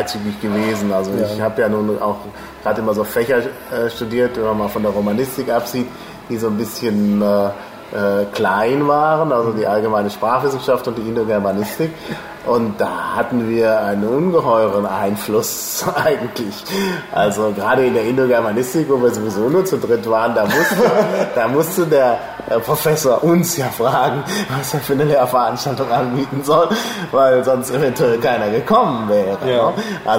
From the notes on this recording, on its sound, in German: Die Aufnahme fand in einem Café statt. Bitte entschuldigt die unvermeidlichen Hintergrundgeräusche!